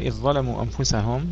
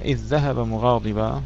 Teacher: إذن إذا جاء بعدها ذال أو ظاء فإنها تدغم فيها، فيهما في الذال أو في الظاء، بلا خلاف بين القراء. · Term: الإدغام